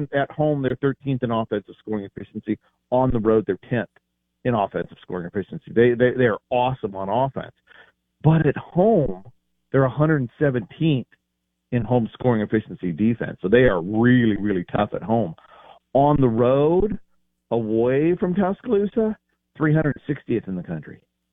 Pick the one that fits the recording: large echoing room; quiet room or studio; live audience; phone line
phone line